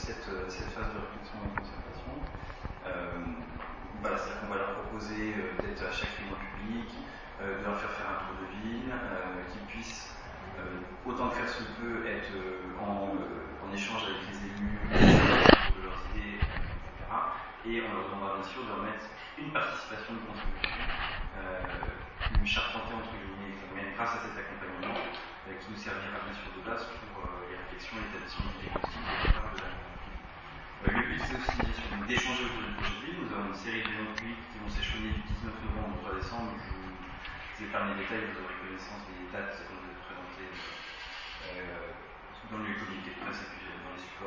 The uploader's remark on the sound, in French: Les Mureaux 2030 conf presse mairie.